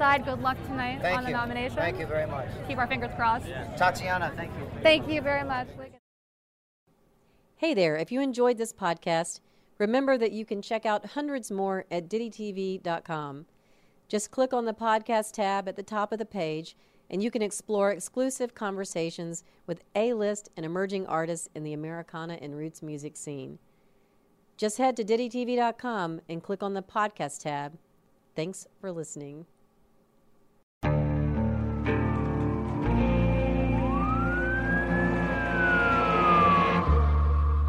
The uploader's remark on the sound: Live from the Red Carpet at the 2018 Americana Honors & Awards Show